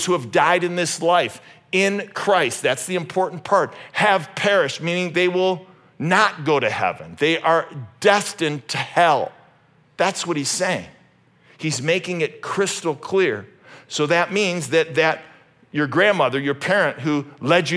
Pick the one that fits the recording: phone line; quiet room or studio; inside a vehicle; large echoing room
large echoing room